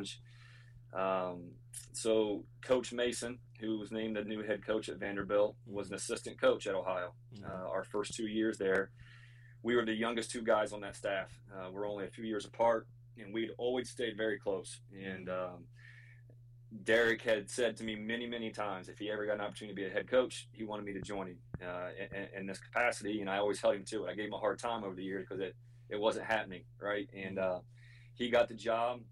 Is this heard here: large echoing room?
no